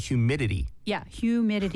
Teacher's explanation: I think, humidity 발음은 그, you know, the American way of like words with T like in the middle, mm-hmm. like you don't really pronounce the T.